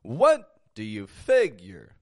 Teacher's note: Notice the word what is going up.